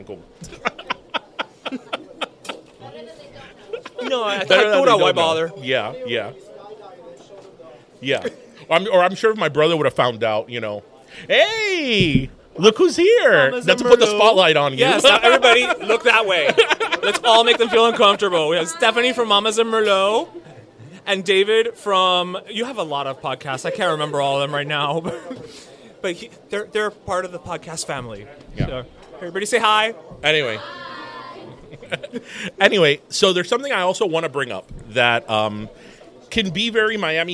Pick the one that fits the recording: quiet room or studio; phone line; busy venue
busy venue